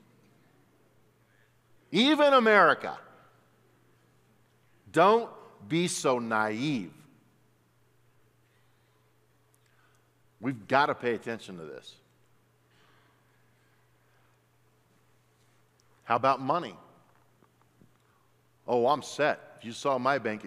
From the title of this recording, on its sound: at Timberline Church